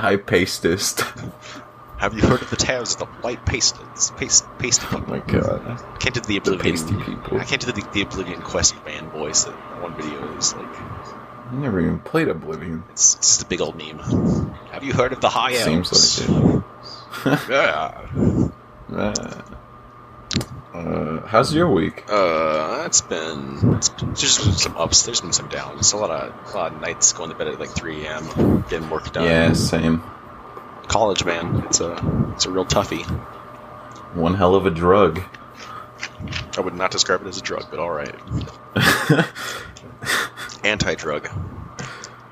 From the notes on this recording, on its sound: On our second episode of the podcast we have audio issues.